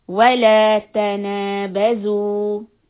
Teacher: So make the noon long and zay long.